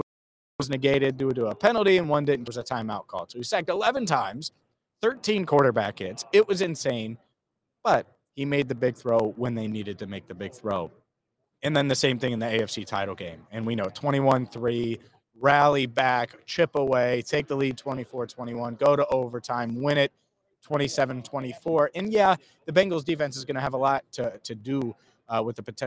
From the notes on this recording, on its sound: Big Game Week live from Radio Row.